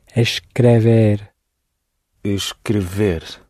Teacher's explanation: In Portuguese, it has an E in the middle. And the S before a C will sound sh.